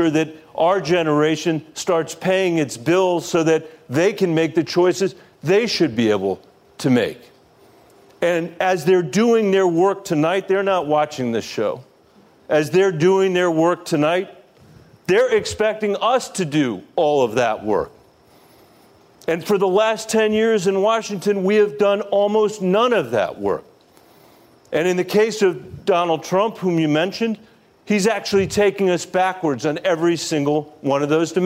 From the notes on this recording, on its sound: A live town hall. In Atlanta, Georgia.